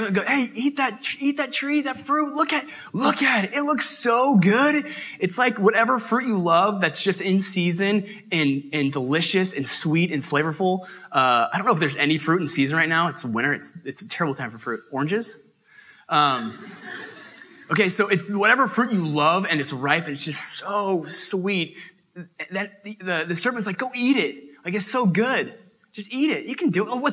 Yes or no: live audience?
yes